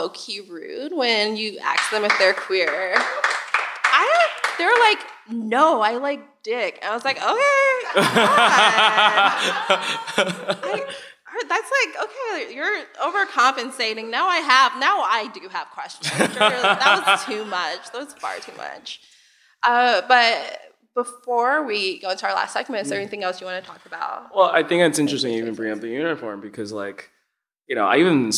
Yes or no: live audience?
yes